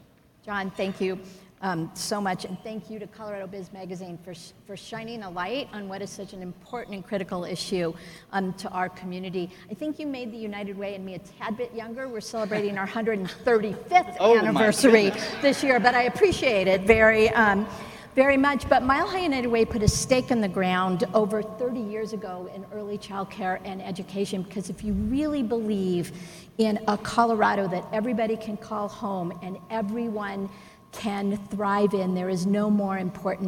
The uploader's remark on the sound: Panel Discussion from the EPIC Annual Meeting